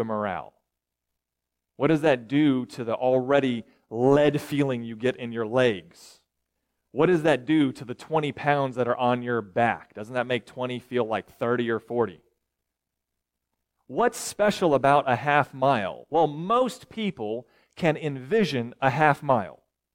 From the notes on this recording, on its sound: recorded July 8, 2023, at Ringgold Seventh-day Adventist Church